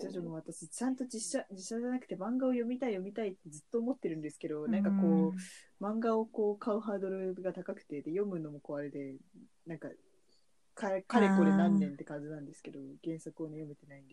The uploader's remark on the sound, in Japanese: リモート収録のせいか、3人が一気に喋ってグチャグチャ〜っとなっており、かなり聴き取り辛いです。